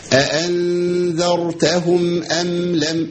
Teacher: الراء الأولى في أأنذر دي راء مفخمة